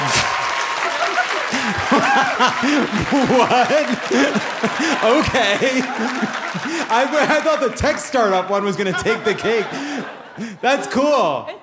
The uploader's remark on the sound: Dry Heat and Open Carry (Live from Phoenix!).